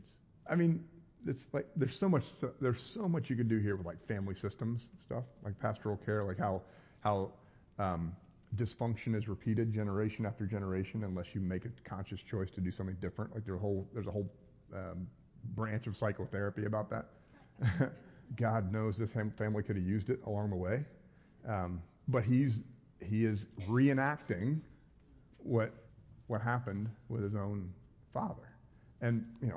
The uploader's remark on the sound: This podcast is a recorded version of a live class here at Christ United. 3101 Coit Road, Plano, TX.